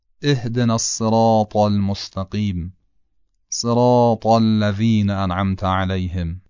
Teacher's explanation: تلفظ از همون جایی صورت میگیره که تی دو نقطه صورت میگیره، با این تفاوت که طا درشته اما تی دو نقطه این درشتی رو نداره.